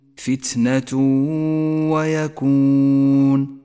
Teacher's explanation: حكم الإدغام بغنة عند قوله تعالى فتنة ويكون، فتنة ويكون، التنوين جاء بعده حرف الواو وهو من حروف الإدغام بغنة، نسقط التنوين من اللفظ